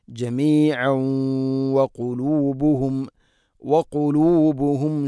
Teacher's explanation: കൂട്ടി ഓതുമ്പോൾ തൻവീനിനെ വ എന്ന അക്ഷരത്തിലേക്ക് ഇദ്ഗാം ചെയ്യണം, മണിച്ചുകൊണ്ട് ഉച്ചരിക്കണം.